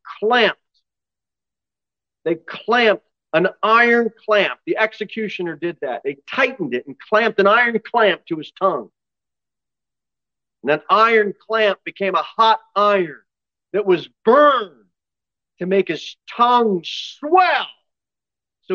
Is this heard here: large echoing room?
yes